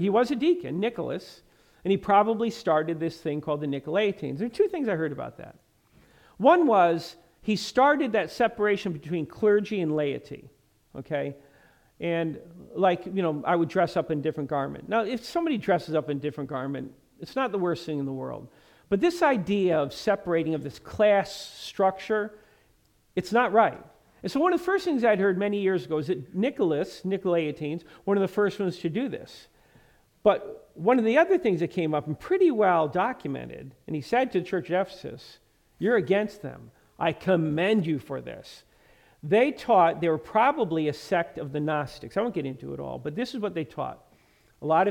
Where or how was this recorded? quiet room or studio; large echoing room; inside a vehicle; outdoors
large echoing room